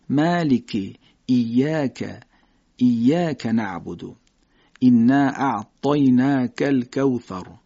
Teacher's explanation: کاف رو نازک از زبان کوچک ادا بکنیم